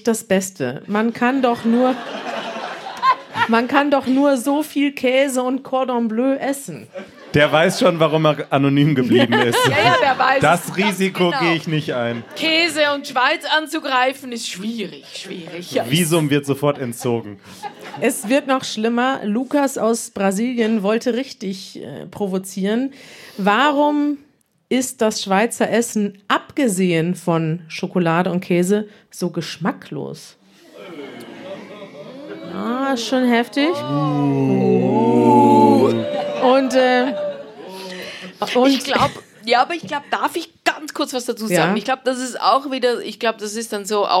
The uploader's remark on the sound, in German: Wir sind in Zürich und podcasten live vor Publikum.